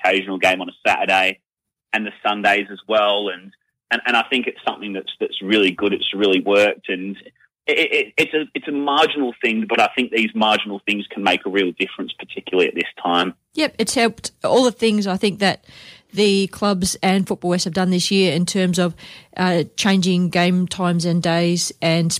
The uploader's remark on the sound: In the studio the Team this week will be State Dream Team Defender. Talking football with the Team and bringing you the latest news are these guests live on the phone.